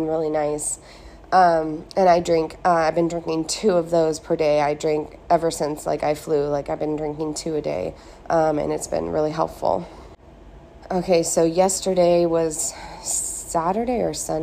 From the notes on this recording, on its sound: I recorded the main part of this from my phone while I was on vacation in Thailand. I recorded it from my hotel room at a beautiful beach resort while looking at a gorgeous pool with lots of plants and a backdrop of cliffs.